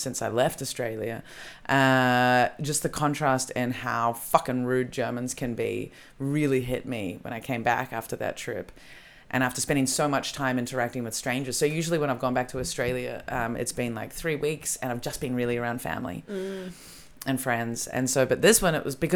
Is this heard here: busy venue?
no